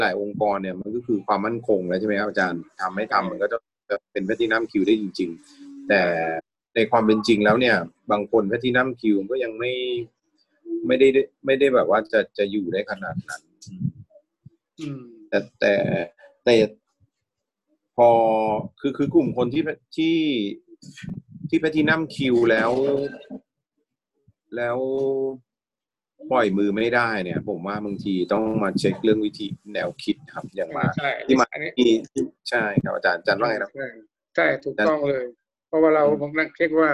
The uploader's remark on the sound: ZOOM Meeting